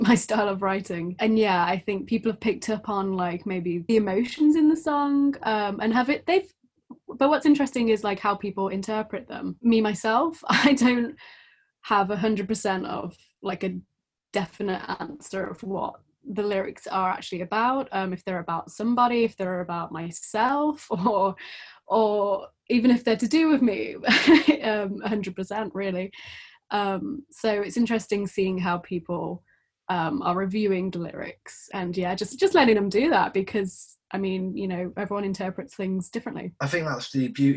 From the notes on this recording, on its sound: We recorded the conversation over Zoom